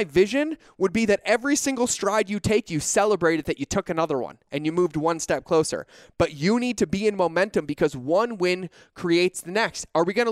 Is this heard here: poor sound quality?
no